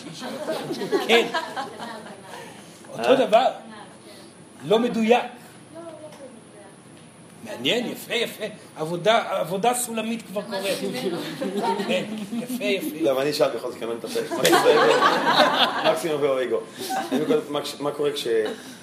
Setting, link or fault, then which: setting, live audience